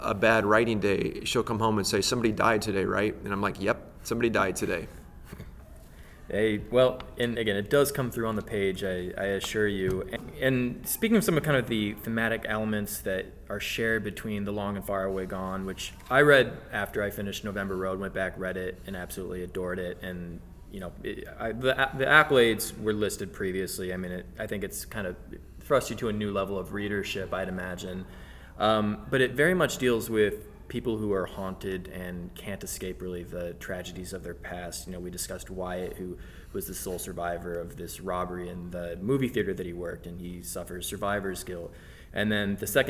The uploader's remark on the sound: at the ALA Annual conference in New Orleans